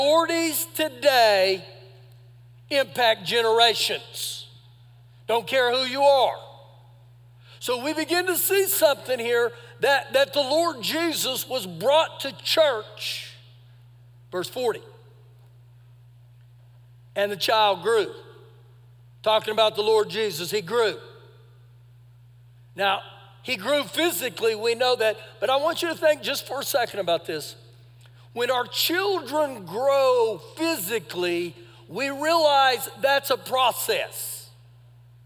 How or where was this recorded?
large echoing room